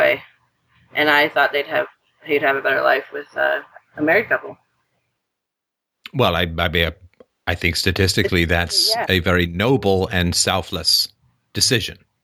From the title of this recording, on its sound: Call In Show